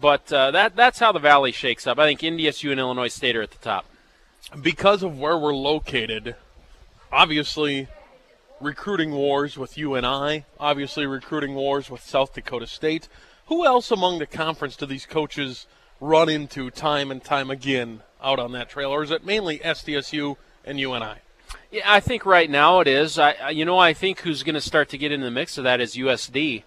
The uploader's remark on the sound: live from the Ramada